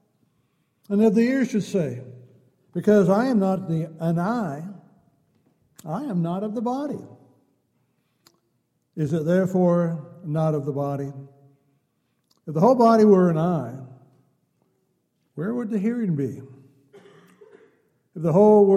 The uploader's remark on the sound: Downtown Church Of Christ Audio Sermon